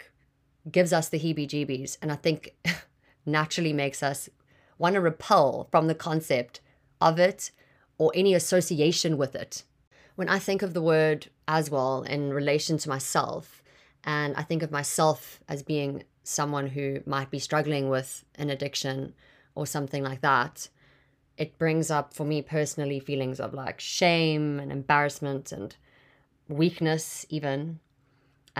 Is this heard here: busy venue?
no